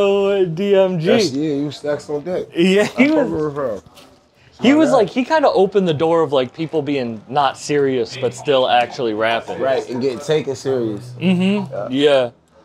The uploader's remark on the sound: This episode was filmed at the legendary Paeadise Rock Club in Boston